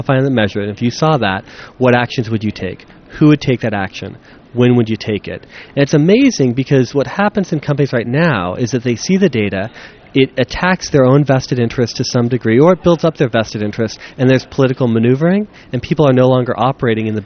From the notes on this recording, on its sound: Live from ad:tech Chicago! Chats it up from the show floor, with attendees at ad:tech Chicago.